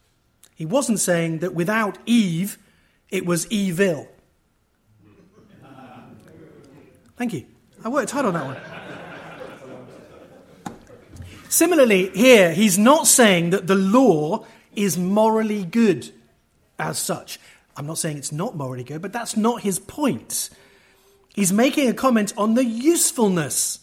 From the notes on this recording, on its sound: From the 2023 Fellowship of Word and Spirit Conference, "Leadership Reset - in an age of scandals, struggles and schism".